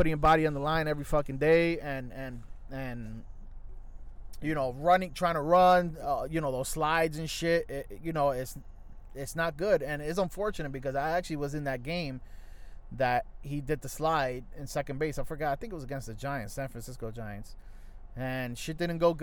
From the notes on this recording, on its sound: live from citi field parking lot